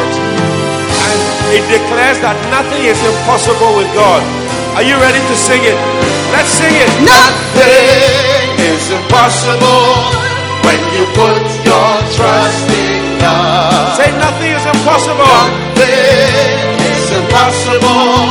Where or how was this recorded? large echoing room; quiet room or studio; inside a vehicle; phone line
large echoing room